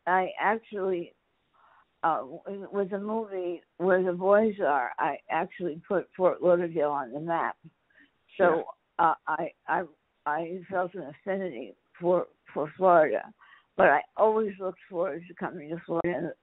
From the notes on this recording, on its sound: joins me over the phone